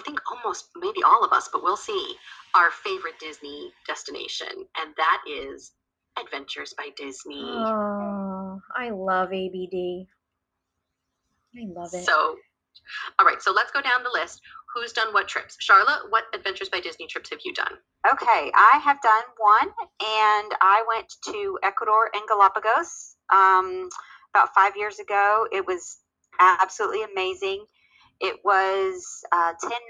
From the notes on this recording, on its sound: We apologize for the sound quality of this episode!